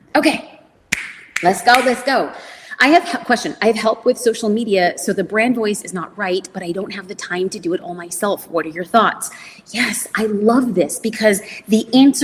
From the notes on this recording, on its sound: A recording from a Q+A I did after my keynote presentation at the Manychat convention. What you’re about to hear is a recording from a Q+A I did after my keynote presentation at the Manychat convention, Conversations . The business owners there asked such amazing questions about business, social media, and everything in between.